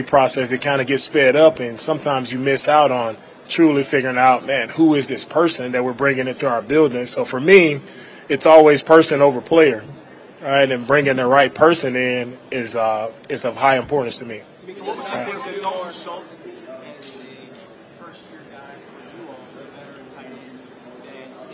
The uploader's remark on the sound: LIVE from the NFL Combine.